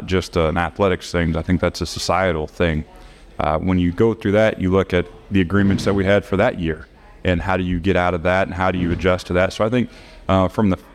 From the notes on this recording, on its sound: Live on the T&L Catfish Tour from the Little Dooey.